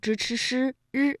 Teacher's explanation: 由舌尖向上翘起和硬腭的前部相接触，气流受到阻碍形成的一种辅音 · Term: 翘舌音